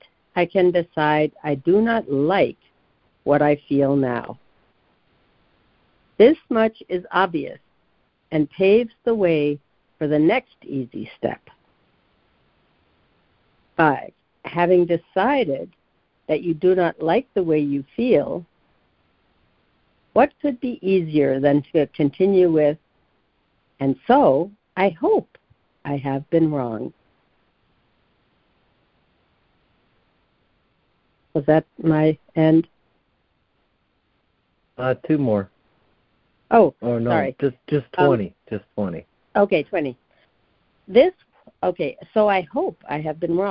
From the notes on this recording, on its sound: ACIM Daily Conference Call